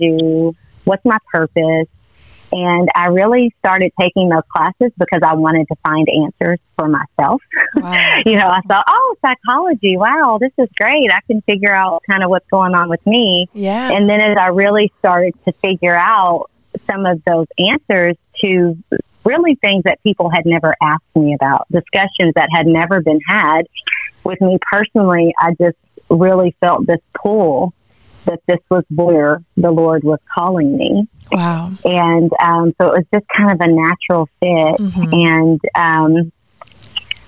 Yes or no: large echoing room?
no